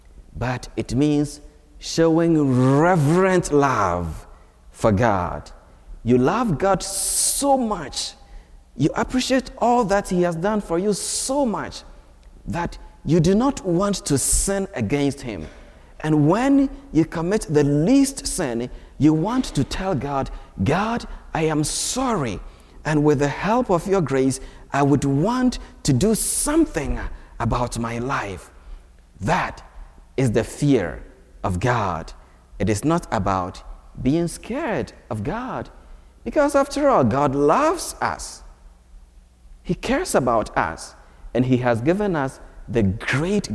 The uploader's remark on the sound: From Holy Spirit Catholic Church in Creston Iowa.